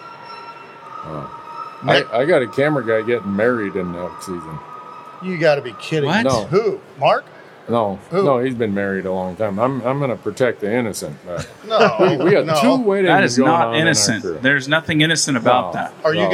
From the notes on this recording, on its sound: recorded at the Pacific Northwest Sportsman Show